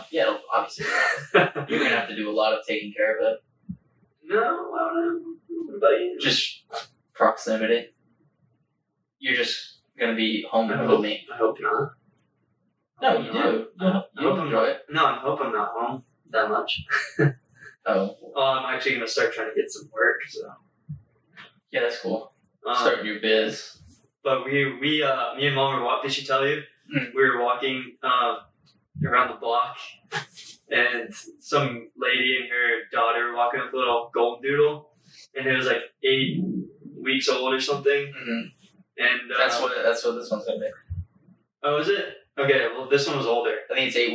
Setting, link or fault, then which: fault, poor microphone